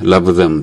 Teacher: V って母音みたいなのが聞こえてるように聞こえます